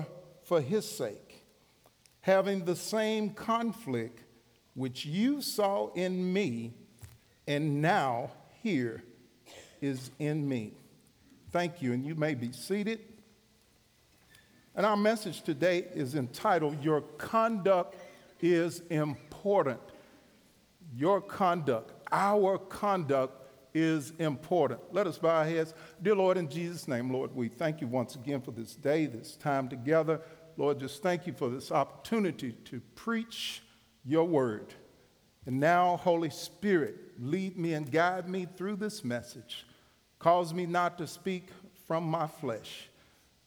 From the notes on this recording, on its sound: Recorded live at The Fellowship at Two Rivers on August 25, 2019.